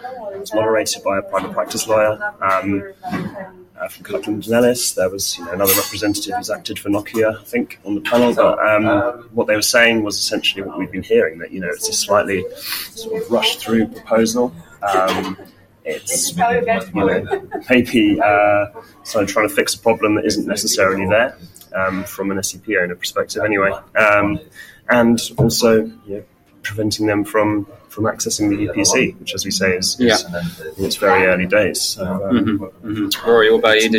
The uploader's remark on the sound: The team joins you live from the Managing IP Intellectual Property & Innovation Summit in London. We recorded from the IP & Innovation Summit held in London.